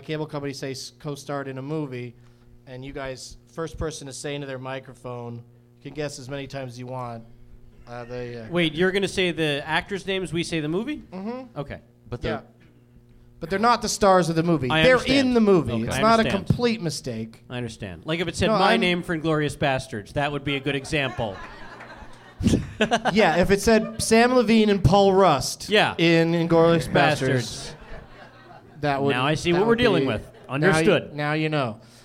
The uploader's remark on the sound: Live from the American Comedy Company in San Diego